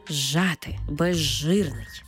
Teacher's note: Це і є уподібнення. Наприклад, з плюс ж утворюється подовжений звук ж. У словах «зжати» та «безжирний», де «з» – свистячий, «ж» – шиплячий, разом ми їх читаємо як «ж».